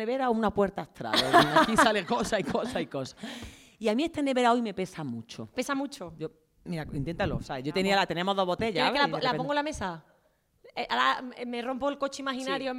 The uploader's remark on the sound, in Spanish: NUESTRO PRIMER PODCAST EN DIRECTO CON PÚBLICO! No había mejor manera para cerrar esta tercera que haciendolo en directo en el Teatro del barrio de Madrid.